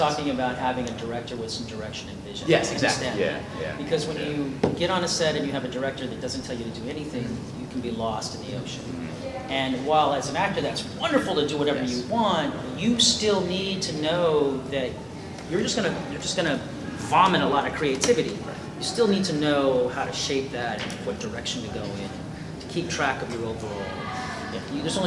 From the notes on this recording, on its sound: Devil May Cry 5 Press Conference | ConnectiCon 2019.